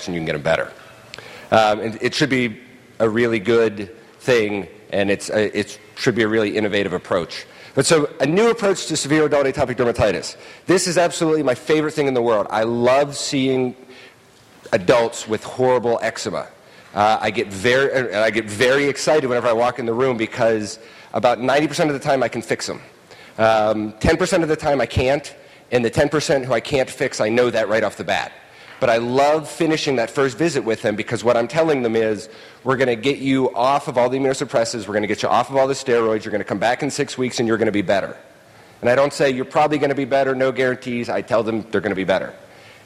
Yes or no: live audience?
yes